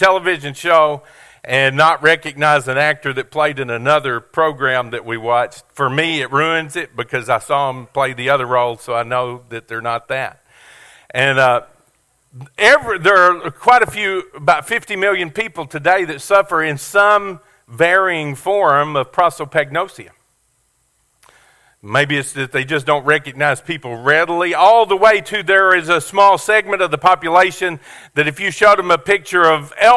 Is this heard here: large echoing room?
yes